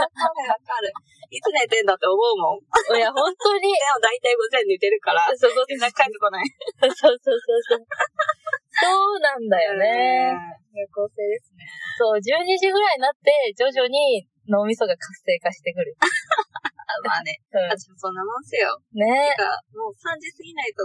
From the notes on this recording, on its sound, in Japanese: 初の対面収録！なぜか音がキンキンしていたり声が聞こえにくかったりと音質が最悪でございます！